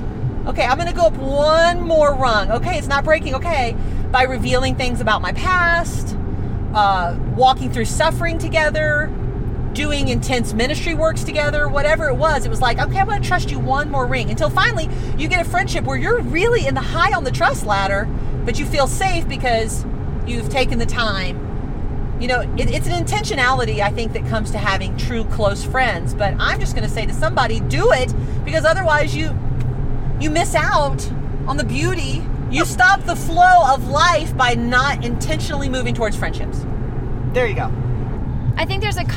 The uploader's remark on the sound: Driving south on I-25